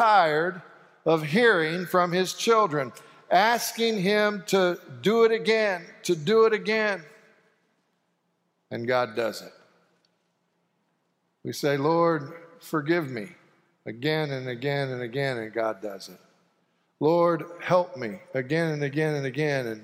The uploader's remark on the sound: Sanctuary Service